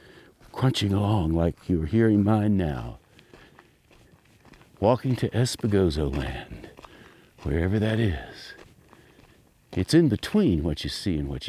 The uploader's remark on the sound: This piece emerged while I was walking down a dirt road with my recorder on, just in case.